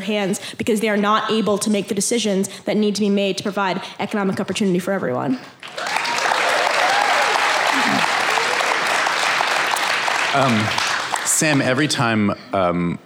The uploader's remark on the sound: Think Out Loud hosted a panel at the Yimbytown conference in Portland.